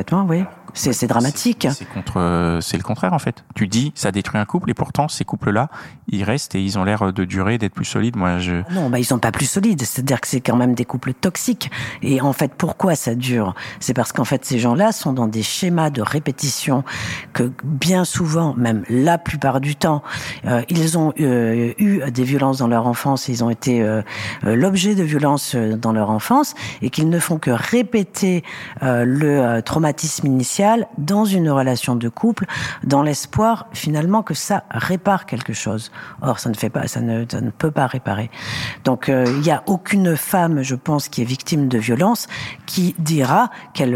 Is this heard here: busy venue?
yes